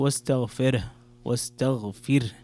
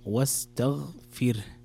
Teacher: فسبح بحمد ربك واستغفر مثلها، ليست واستغفره، واستغفر. لابد أن تكسر الفاء وترقق الراء · Shown in: second take